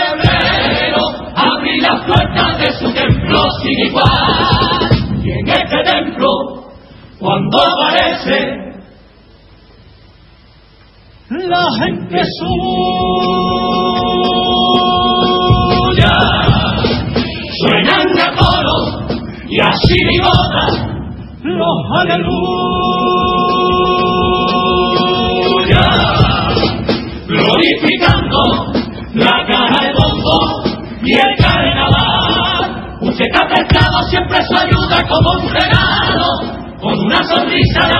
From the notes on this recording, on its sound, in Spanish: En las preliminares del COAC 2024. En directo desde el Gran Teatro Falla de Cádiz, escucha la retransmisión del Concurso Oficial de Agrupaciones Carnavalescas del Carnaval de Cádiz 2024 en Onda Cero Cádiz.